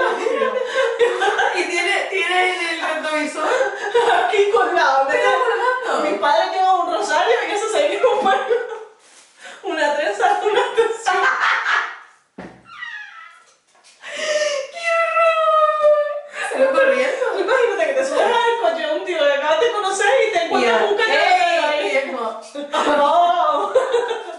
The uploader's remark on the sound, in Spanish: Nos disculpamos por el sonido.